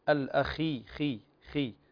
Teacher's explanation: الخاء تعتبر أضعف حروف التفخيم وهنا مفخمة في أقل درجاتها، فننتبه حتى يسمى تفخيم نسبي، فنقول الأخي خي خي، هكذا نكسر الفك إلى الأسفل ونحقق هذا الكسر في الخاء في أقل درجات التفخيم.